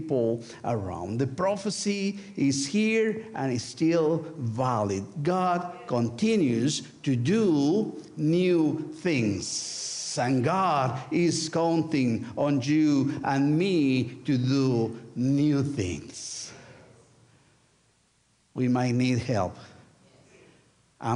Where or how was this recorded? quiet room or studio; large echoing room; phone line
large echoing room